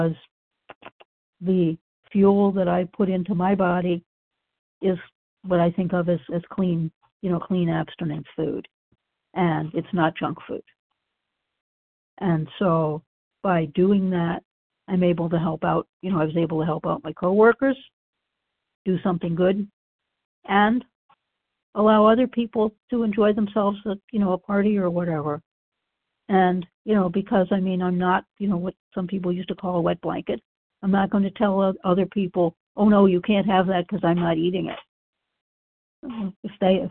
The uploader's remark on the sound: from the 100 Pounders Phone Meeting, 10/4/23.